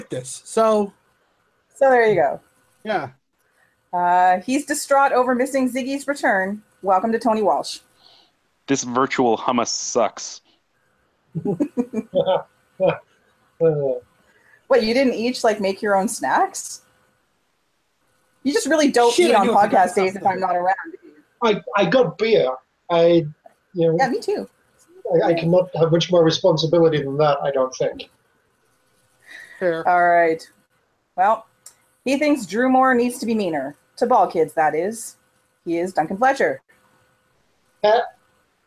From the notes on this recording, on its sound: The gang is all here but separately as they record from their personal abodes.